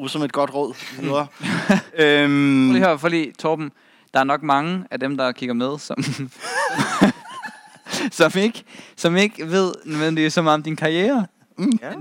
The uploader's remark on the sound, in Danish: Vi er live fra CGW med (KÆMPE) publikum